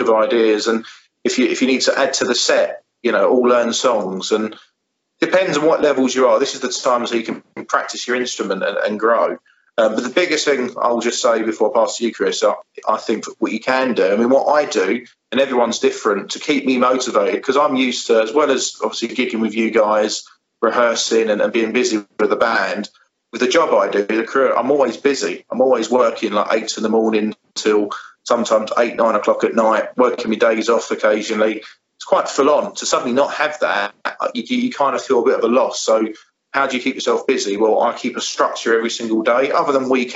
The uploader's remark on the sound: Because at this time the UK are on lockdown, we cannot meet in person to discuss this topic, so we have used Skype to help us bring this podcast to you, so we apologise for the audio quality.